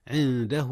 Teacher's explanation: أخفي النون قبل الدال، والدال من حروف الإخفاء.